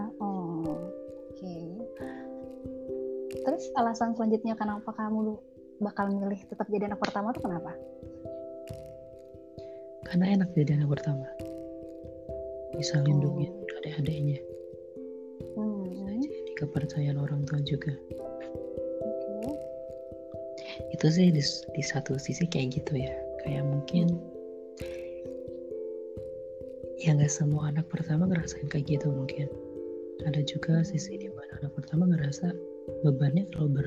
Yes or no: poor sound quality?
yes